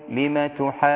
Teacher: طيب المد وتشد على الجيم مش على النون